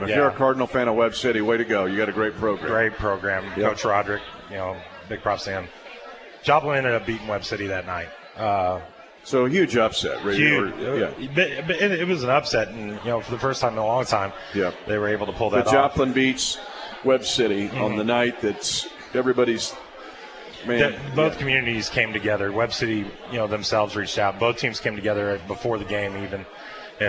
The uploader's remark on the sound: live at Hy Vee in Lee's Summit